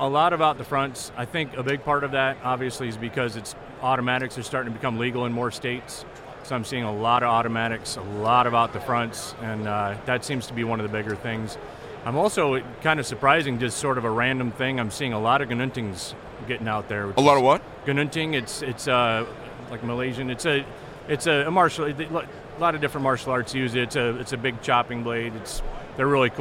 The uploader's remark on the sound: at the 2023 Blade Show in Atlanta